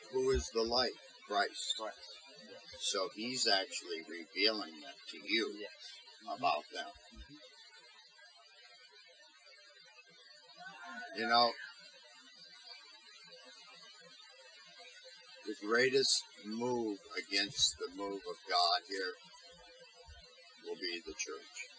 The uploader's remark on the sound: We apologize for the audio quality. We are still new and are working things out.